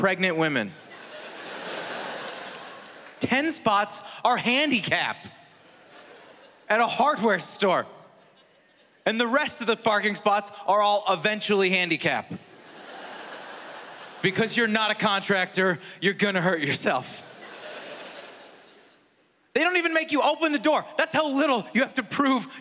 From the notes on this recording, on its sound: stand up from the Just For Laughs Festival in 2016